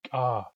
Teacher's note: If we pronounce the syllable ka by itself, it would be a long A